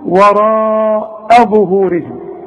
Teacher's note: رقق لي الهمزة قوي وبعدين فخم لي الظهر